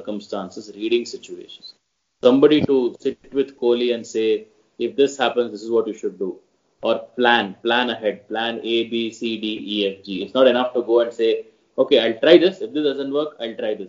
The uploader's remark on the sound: There may be a few audio quality issues in this episode, we apologize in advance for that.